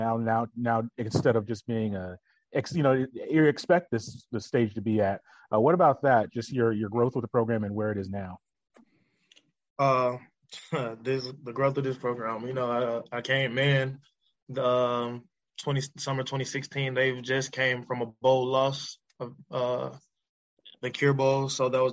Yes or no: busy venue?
no